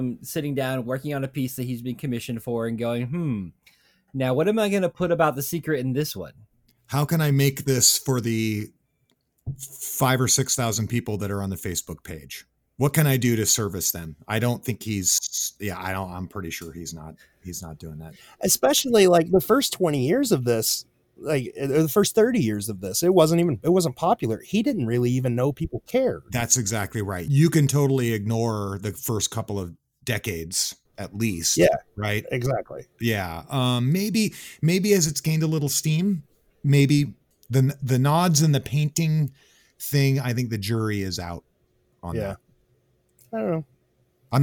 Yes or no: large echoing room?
no